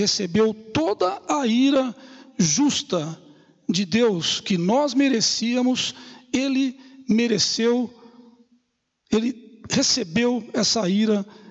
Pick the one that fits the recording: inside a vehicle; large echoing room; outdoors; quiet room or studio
large echoing room